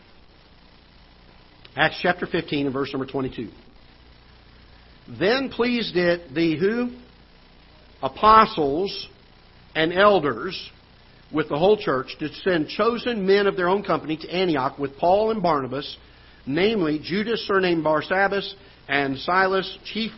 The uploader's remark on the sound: Ketha Heights Baptist Church ~ Live Broadcast